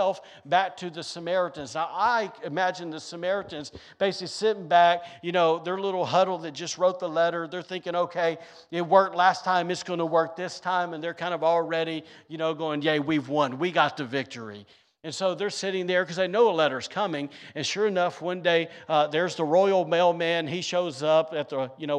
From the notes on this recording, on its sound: was recorded on Sunday, January 29th, 2023, during service at The Anchor Church in Rockport, Maine.